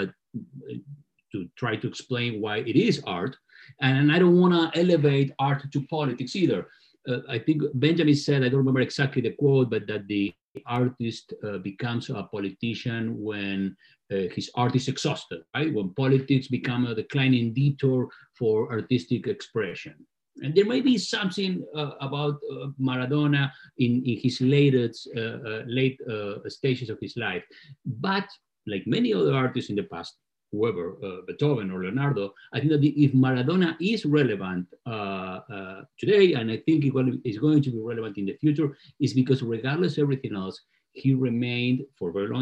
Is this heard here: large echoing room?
no